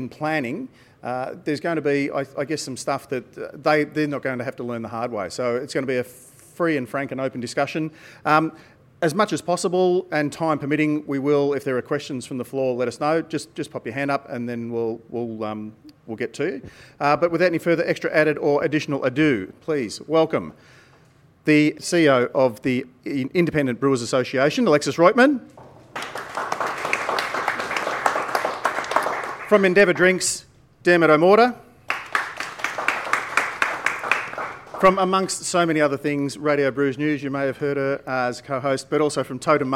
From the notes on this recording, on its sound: This is a special live edition of Radio Brews News. During the recent Sydney Beer Week the Independent Brewers Association hosted a discussion panel.